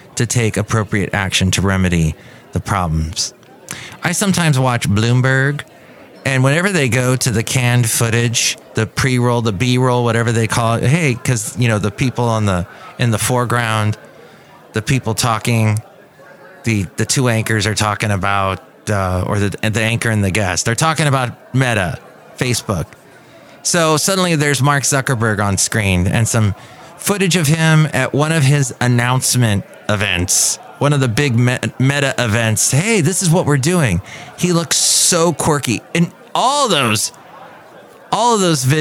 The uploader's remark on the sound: Podcasts live from Café Anyway.